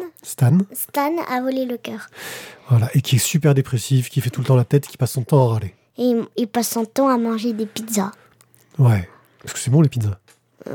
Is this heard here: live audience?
no